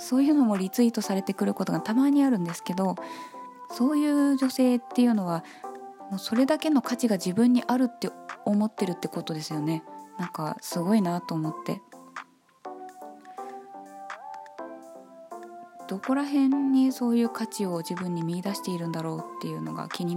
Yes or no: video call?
no